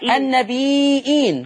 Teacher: لفظ النبيين يقرا ورش بالهمز